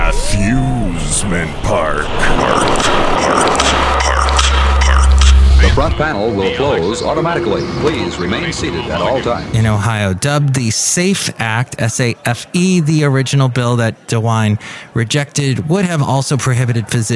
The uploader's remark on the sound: podcasts live from Café Anyway